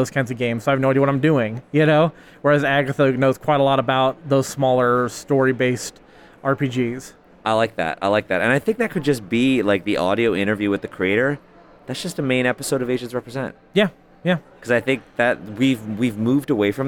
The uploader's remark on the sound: Live from Big Bad Con 2023. Enjoy this collection of live interviews. In San Francisco!